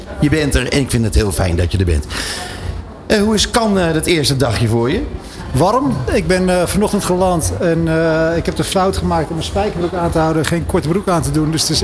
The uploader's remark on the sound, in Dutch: Live vanuit Cannes. De uitzendingen vinden plaats vanuit de Embassy of Dutch Creativity, de handelsmissie van de Nederlandse creatieve industrie tijdens het 70ste Cannes Lions International Festival of Creativity.